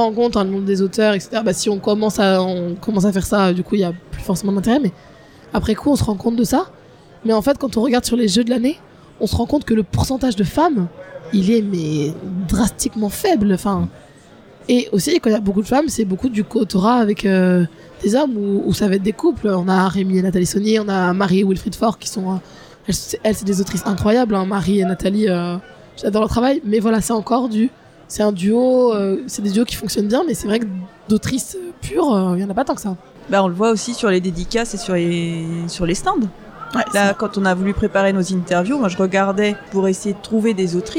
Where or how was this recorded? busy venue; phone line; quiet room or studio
busy venue